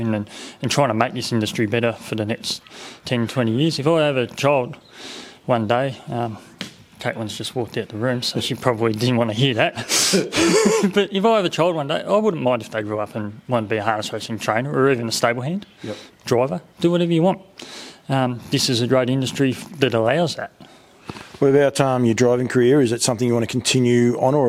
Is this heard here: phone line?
no